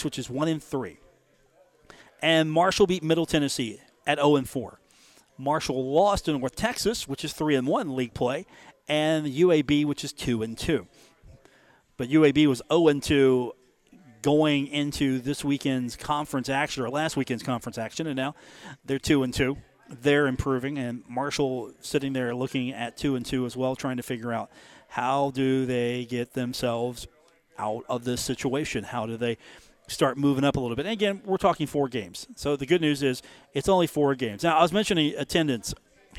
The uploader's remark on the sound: Live from the Union Pub and Grill